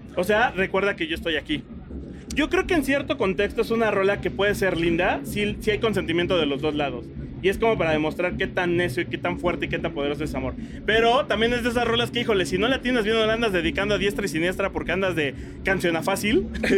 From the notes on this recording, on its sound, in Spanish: Traemos otro episodio grabado directo desde el Corona Capital y con otra de las bandas que se presentó ese día.